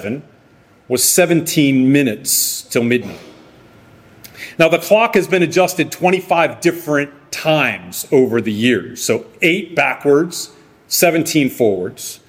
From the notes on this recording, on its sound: Sermon preached by Guest Preacher on August 6, 2023 at Arlington Baptist Church in Arlington, Virginia.